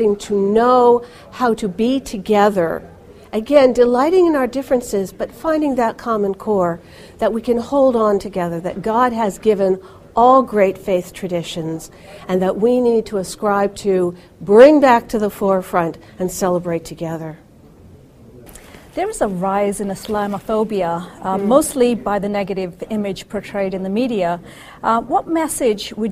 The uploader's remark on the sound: at 2015 Muslims4peace Interfaith Conference